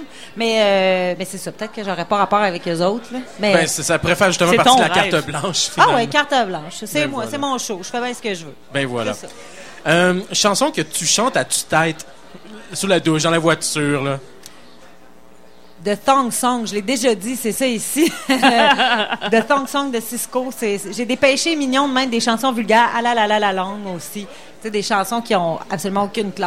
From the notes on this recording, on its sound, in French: Dans le cadre du Festival d'été de Québec sur les ondes de CKRL 89,1 en direct du bar Le Sacrilège.